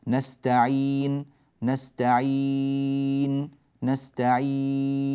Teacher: جاء في هذه الياء حركتان، 4 حركات، 6 حركات. · Term: المد العارض للسكون